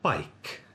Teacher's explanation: It has an onset, a nucleus, and a coda. The onset is the consonant sound b. The nucleus is the diphthong vowel I. The coda is the consonant sound k.